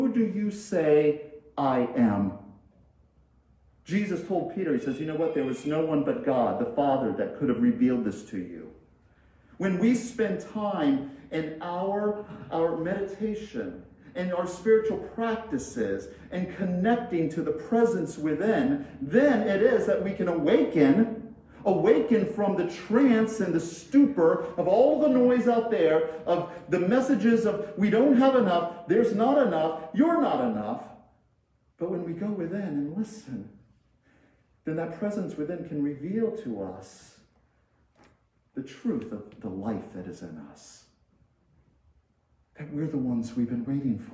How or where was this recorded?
large echoing room